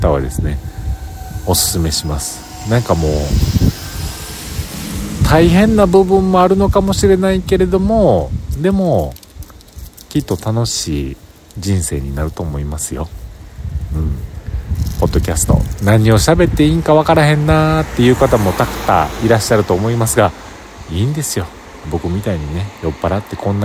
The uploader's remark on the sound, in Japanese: この日も忘年会が終了し、その帰り道での収録音声です。酔っ払ってます。